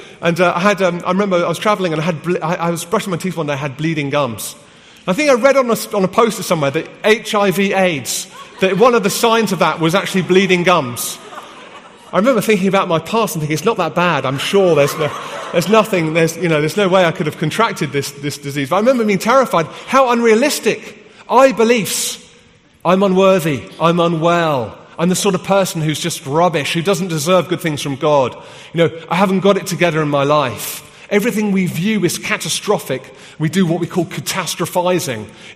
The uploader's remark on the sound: from the HTB Free To Be Conference in London